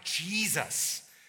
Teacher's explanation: words like Jesus, where it's an S, but you pronounce it like a Z